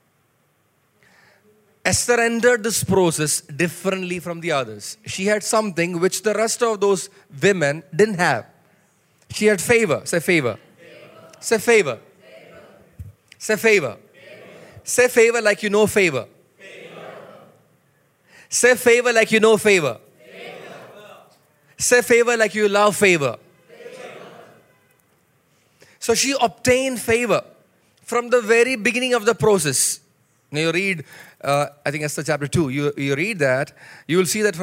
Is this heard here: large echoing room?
yes